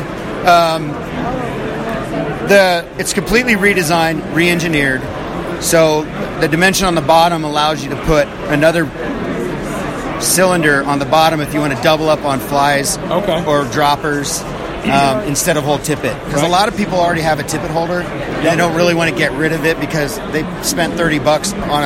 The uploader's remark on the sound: Live from the Denver Fly Fishing Show.